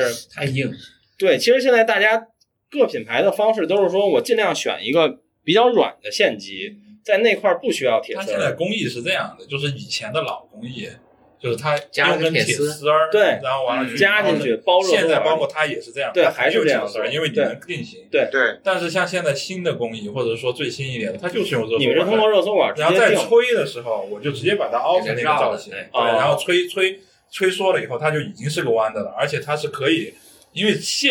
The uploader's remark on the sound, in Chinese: 这次来到了成都。打开手机语音备忘录放在听音室凳子上，就有了这一期节目。敌台展会欢聚一堂的节目一向用手机录制，音质不好赖他们。